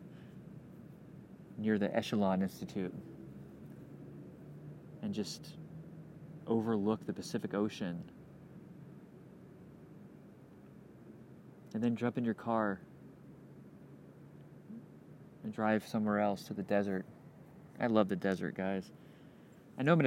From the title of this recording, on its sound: Outside at Westside Park, Gainesville, FL